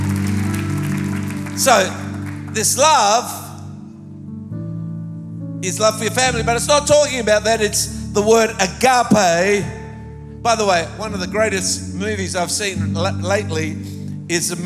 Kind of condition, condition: setting, large echoing room